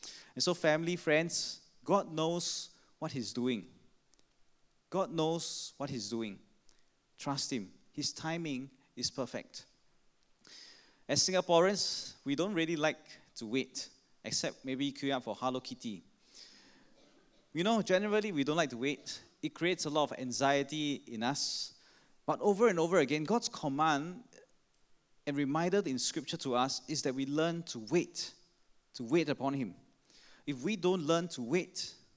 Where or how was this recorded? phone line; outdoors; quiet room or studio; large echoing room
large echoing room